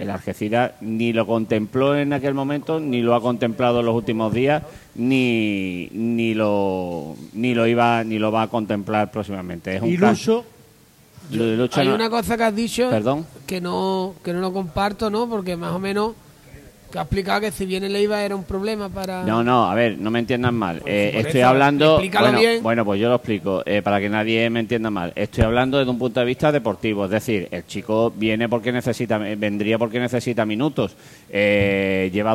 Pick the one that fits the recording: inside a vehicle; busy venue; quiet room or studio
busy venue